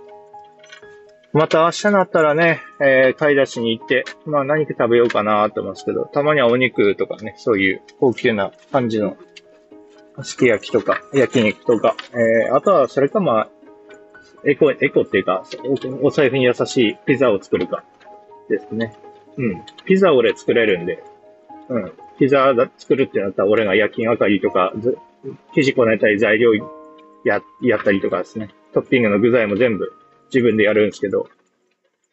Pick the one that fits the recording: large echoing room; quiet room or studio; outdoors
outdoors